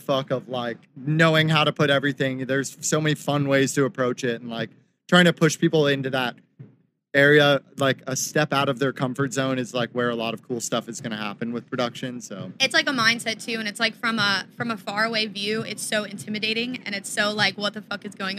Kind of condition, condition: setting, busy venue